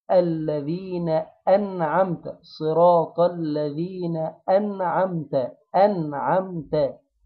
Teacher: نفتح النون على هيئة المبتسم ونظهر الهمزة عشان دي همزة قط